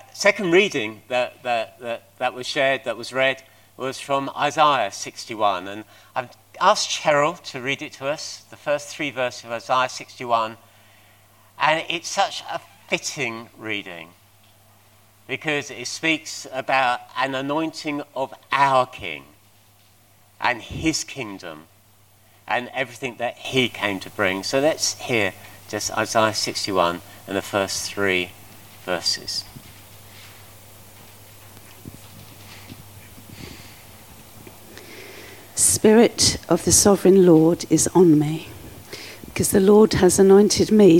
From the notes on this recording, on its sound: At King's Church, Cockermouth, as an audio file.